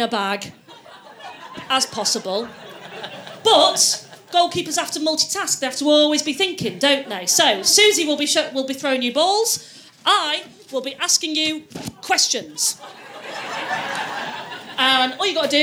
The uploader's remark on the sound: on home turf at the Komedia club